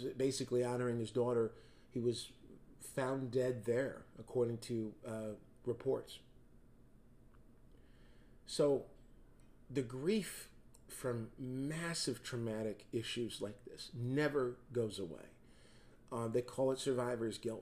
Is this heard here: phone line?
no